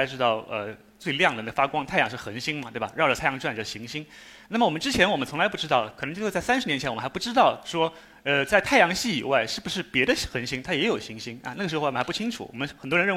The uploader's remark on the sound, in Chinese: 一席现场